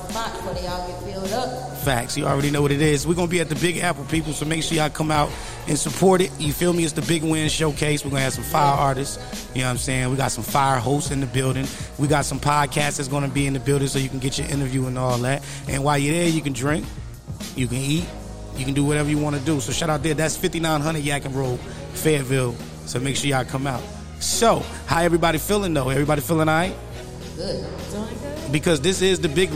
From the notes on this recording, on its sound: live from {BRUCE'S SPORTS BLOCK & LOUNGE}